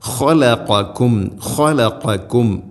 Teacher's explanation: ഈ ഖാഉം ഖാഫും ഇസ്തിഇലാഇന്റെ സ്വരഭാരത്തിൽ ഉച്ചരിക്കേണ്ട അക്ഷരമാണ്. ഖലഖക്കും ഖലഖക്കും മഖ്റജ് തെറ്റാതെ കൃത്യമായിട്ട് തന്നെ ഉച്ചരിക്കണം.